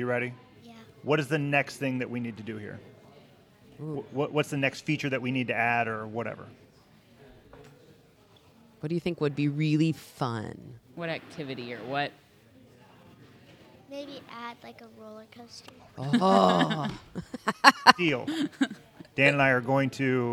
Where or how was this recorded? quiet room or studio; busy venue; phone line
busy venue